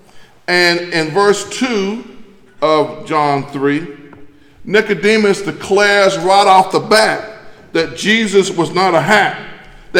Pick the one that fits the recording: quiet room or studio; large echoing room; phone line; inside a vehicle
large echoing room